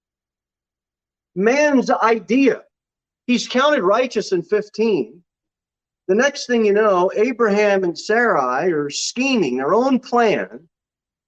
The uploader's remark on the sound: Sermon delivered at Pilgrim Baptist Church on Sunday, July 10, 2022 at 11:15 am.